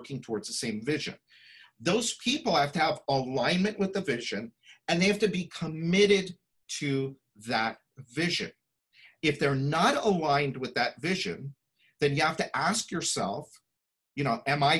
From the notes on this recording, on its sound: Listen to this replay of the LIVE webinar